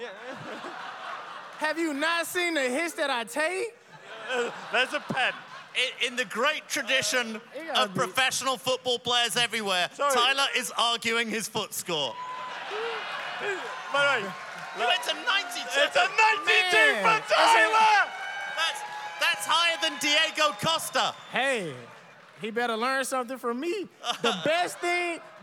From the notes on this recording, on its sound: Live in Seattle. Rogue State 2018, Live from the Showbox SoDo in Seattle.